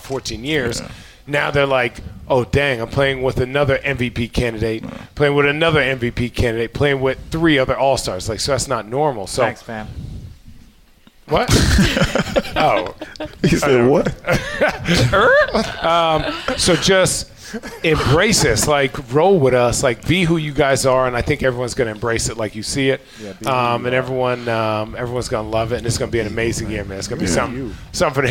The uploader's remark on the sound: this special recording w/ Homage at their location